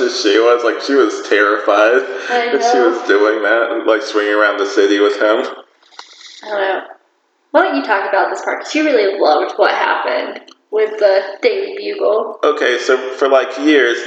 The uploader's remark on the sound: Sorry for any audio issues